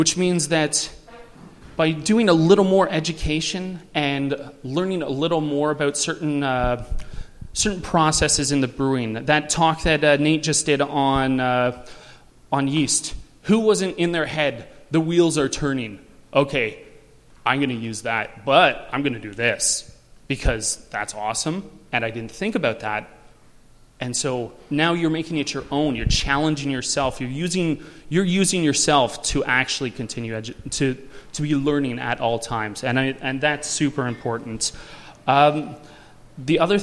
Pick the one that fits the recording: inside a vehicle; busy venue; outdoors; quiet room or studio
busy venue